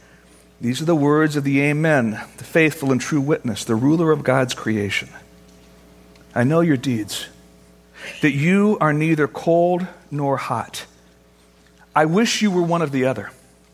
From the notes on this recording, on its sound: Originally recorded on June 9, 2013, at Fellowship Missionary Church, Fort Wayne, IN.